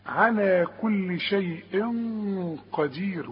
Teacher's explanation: التنوين ده اللي بعد القاف، والقاف من حروف الإخفاء، يبقى حغن. بس خد بالك الغن هنا سمينة شوية، ليه؟ عشان القاف تخينة